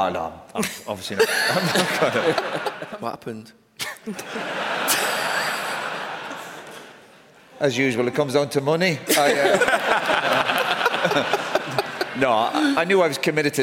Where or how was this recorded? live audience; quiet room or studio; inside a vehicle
live audience